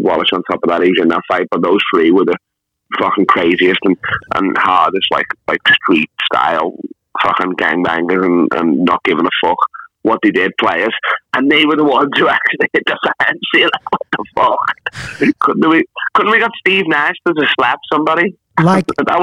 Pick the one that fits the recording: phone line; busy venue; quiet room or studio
phone line